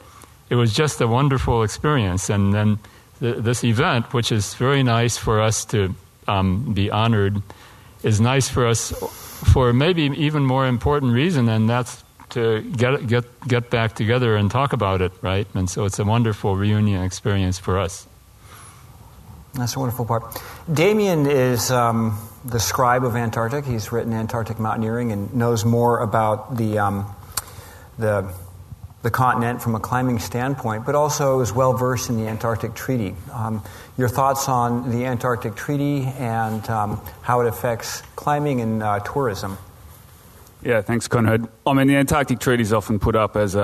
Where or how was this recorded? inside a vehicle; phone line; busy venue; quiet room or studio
busy venue